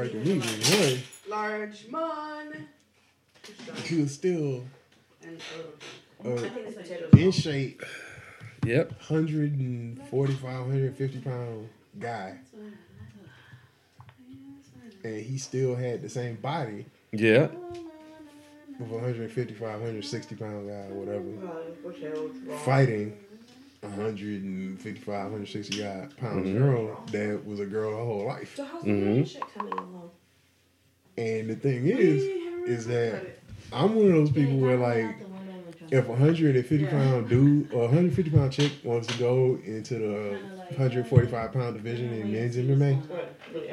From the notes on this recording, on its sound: Doing a Podcast in the middle of what turns into a girls night party is never good for the audio guy. Sorry for all the background noise...